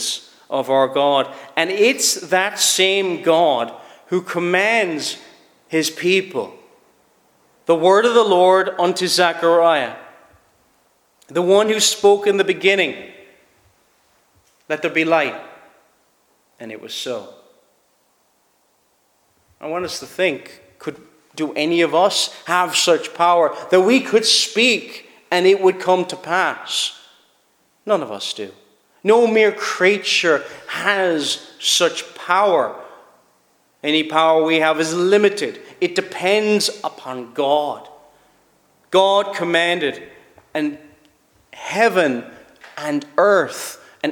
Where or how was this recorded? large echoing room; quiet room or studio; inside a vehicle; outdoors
large echoing room